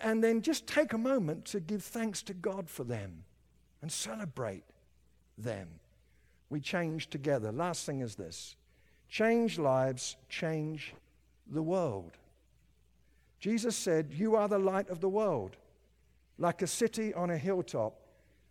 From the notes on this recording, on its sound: At Timberline Church - Audio. Live.